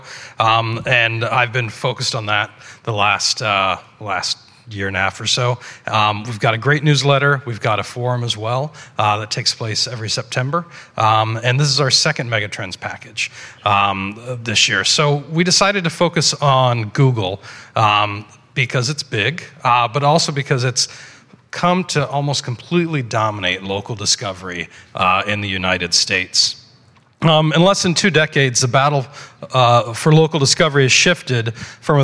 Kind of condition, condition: setting, live audience